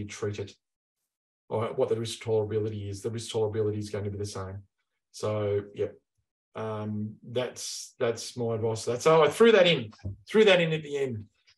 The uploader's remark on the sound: In this webinar.